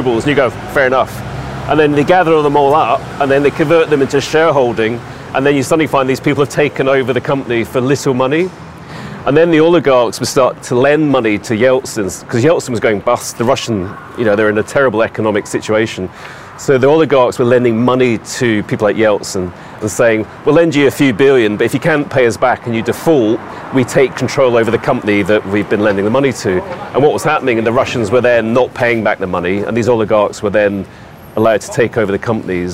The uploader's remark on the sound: I’m in Knightsbridge outside the Mandarin Oriental Hotel, the epitome of London style and wealth. I’m on a mission to walk the streets and the neighbourhoods of Belgravia and Chelsea.